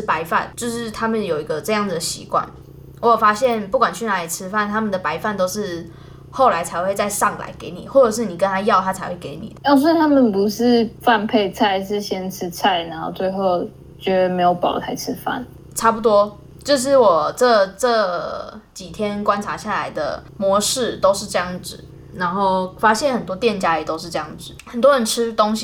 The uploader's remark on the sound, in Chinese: 本集節目錄製時不時會出現不知道哪裡發出來的低頻聲但怎麼都弄不掉，還請各位見諒。